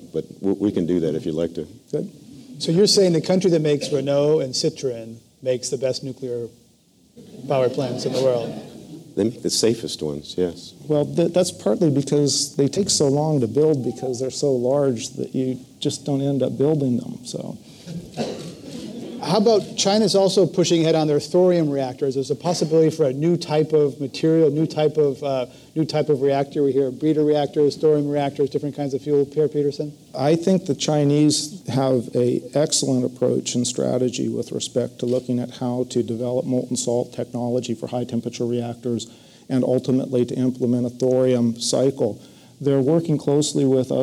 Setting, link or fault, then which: setting, live audience